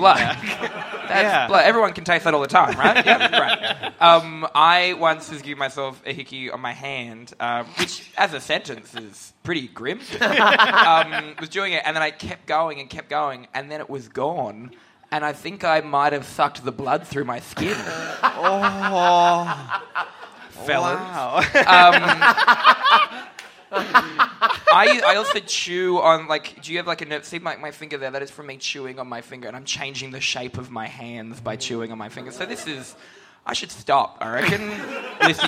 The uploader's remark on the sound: are live in Melbourne